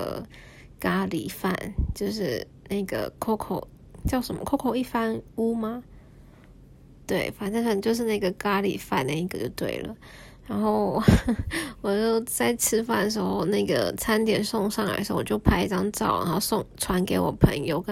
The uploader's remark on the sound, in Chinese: 手機錄音大概聽起來會很糟糕。開頭一句話還莫名其妙消失。